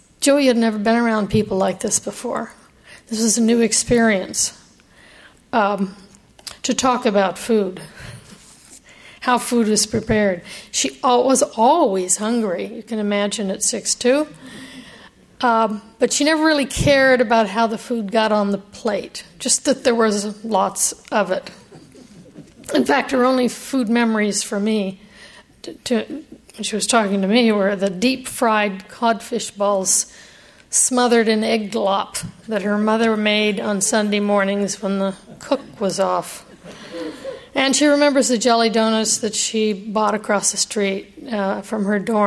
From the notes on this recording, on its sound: keynote address to the annual Dinner at the Library at UC San Diego